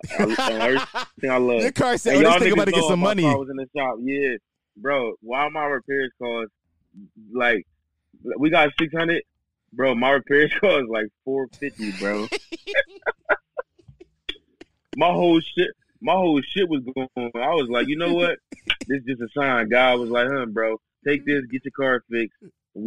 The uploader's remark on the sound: I called my friends on the phone